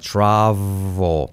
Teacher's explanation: Casi sin L al final.